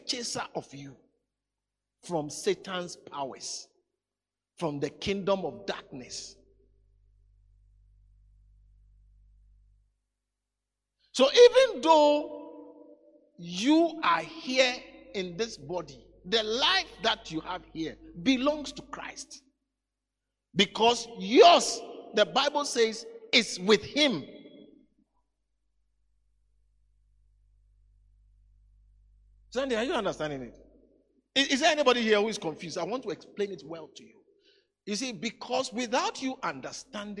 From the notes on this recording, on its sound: today's message preached at the Living Waters Cathedral